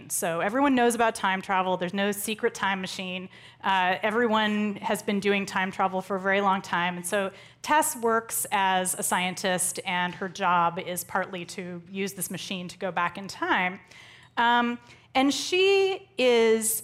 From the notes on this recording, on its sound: As part of The Long Now Foundation's “Conversations at The Interval” Salon Talks. These hour long talks are recorded live at The Interval, our bar, cafe, & museum in San Francisco.